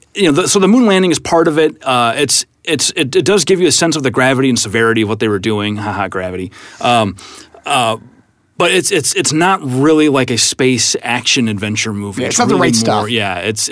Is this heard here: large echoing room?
no